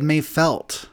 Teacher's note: With a devoicing of that final stop consonant.